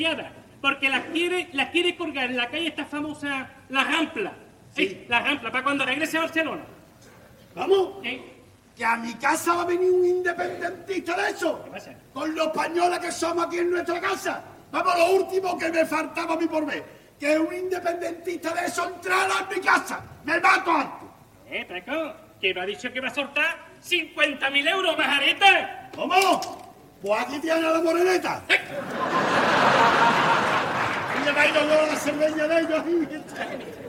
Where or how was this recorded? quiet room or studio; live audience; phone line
live audience